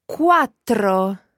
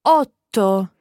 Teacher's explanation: almost stopping the breath coming out her mouth and then letting it go for the second part · Term: double consonant sound